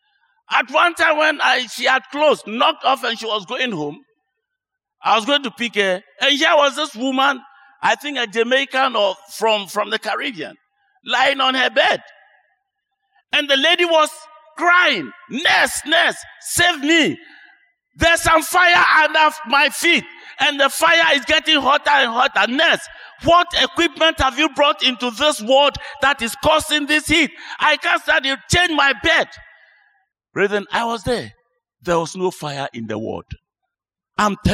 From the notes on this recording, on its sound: Sermon preached at CBC Shiashie Campus.